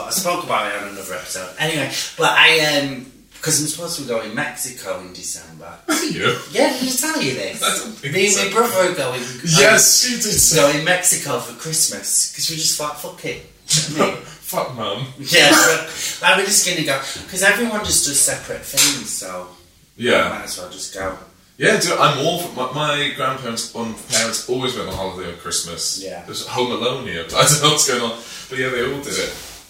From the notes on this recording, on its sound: Apologies for the bad audio quality!!!